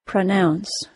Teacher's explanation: Since the second syllable is stressed, the vowel sound of the first syllable is reduced to schwa. It is pronounced as a quick pronounce.